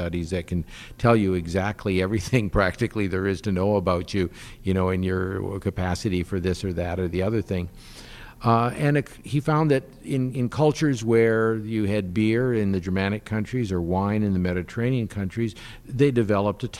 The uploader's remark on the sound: Live from Family Celebration 2022. Live from the EWTN Family Celebration 2022.